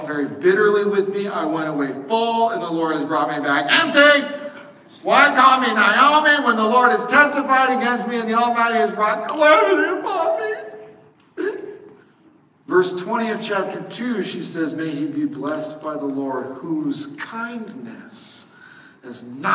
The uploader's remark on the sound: While "recorded in the bathroom" isn't really what we're going for in our sermon recordings at SBCne, sometimes things just don't work like they're supposed to.